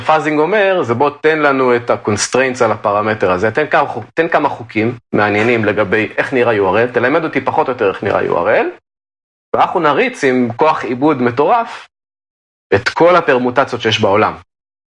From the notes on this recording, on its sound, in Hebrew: באולפן הוירטואלי Across-the-Zoom. אנחנו פחות או יותר בעיצומו של הגל השני של הקורונה, כבר בסגר, וכמו שאמרנו - מקליטים מרחוק ב-Zoom.